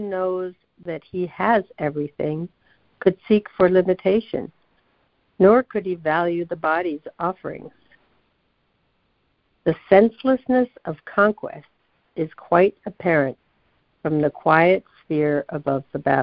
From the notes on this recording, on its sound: ACIM Daily Conference Call.